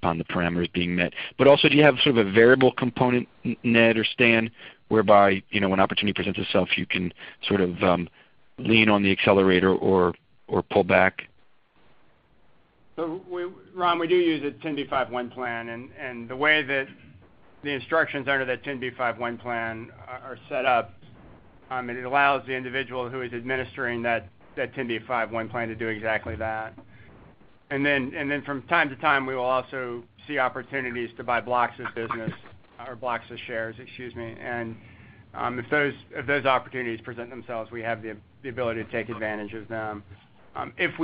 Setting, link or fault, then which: link, phone line